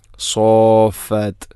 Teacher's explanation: സോഫാത്ത് എന്ന് നല്ല ഷദ്ദ് ചെയ്ത് കൃത്യമായിട്ട് അവിടെ നീട്ടണം